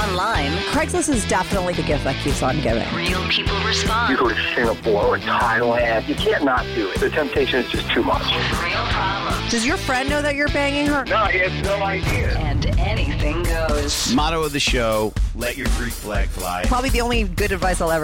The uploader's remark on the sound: he called in to talk all about it